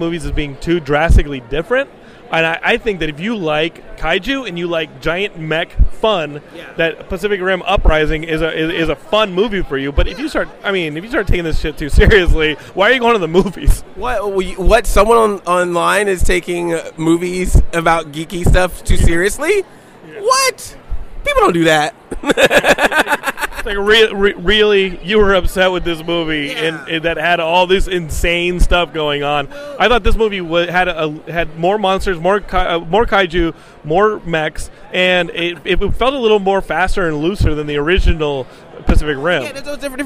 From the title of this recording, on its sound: Interviews From WonderCon 2018!